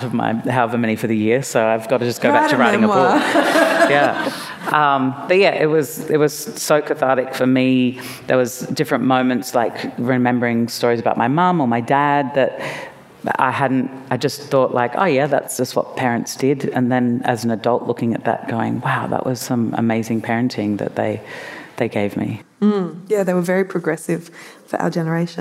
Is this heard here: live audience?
yes